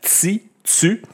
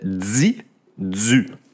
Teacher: TI et TU se prononcent comme avec un S